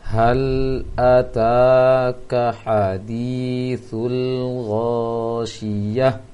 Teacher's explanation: yang kedua shi yang agak besar anginnya. Maka bacanya dipelankan saja, jangan terlalu banyak iramanya.